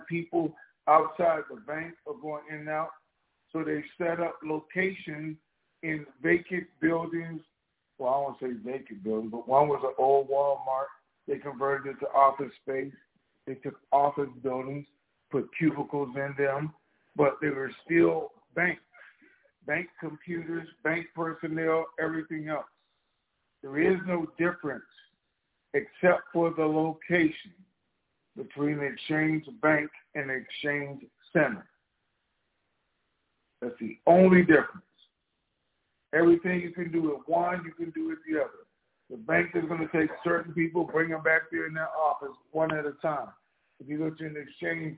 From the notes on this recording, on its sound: TNTSuperfantastic Conference Call